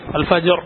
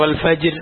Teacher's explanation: അതേസമയം അതിൽ നിന്ന് ഒഴിവാകുന്ന ചില സന്ദർഭങ്ങളിൽ അതാണ് ഇപ്പറഞ്ഞത്, ഇവിടെ അൽഫജിരി എന്നാണ്. പക്ഷെ അവിടെ നിർത്തുകയാണെങ്കിൽ അൽഫജർ റാ ആണ് കേൾപ്പിക്കേണ്ടത്, അൽഫജിർ എന്നല്ല · Shown in: first take